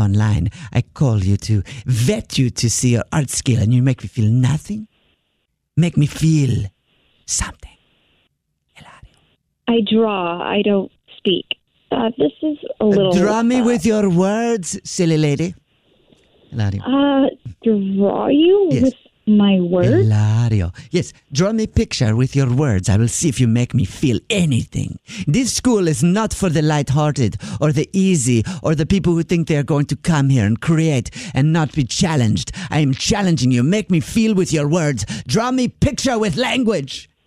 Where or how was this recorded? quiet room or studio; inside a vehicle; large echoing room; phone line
phone line